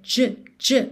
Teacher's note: Esse final da palavra change é j, j, mas sem vogal.